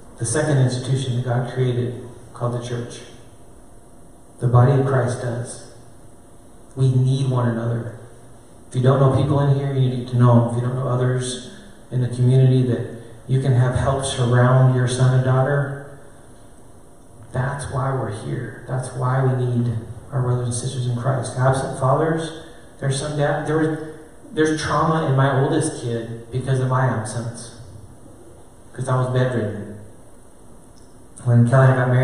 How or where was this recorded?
live audience